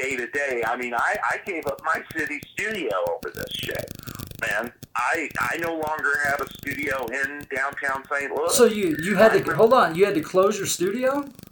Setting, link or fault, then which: fault, poor sound quality